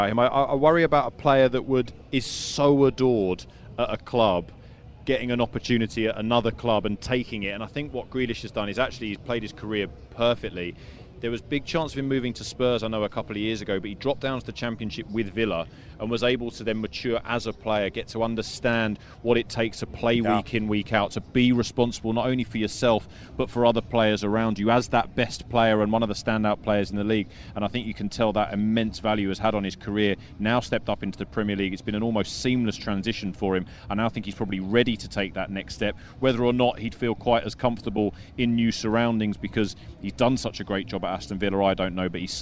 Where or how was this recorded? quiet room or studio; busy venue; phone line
busy venue